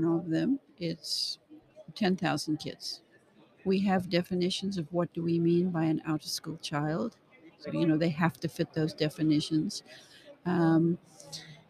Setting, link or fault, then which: setting, busy venue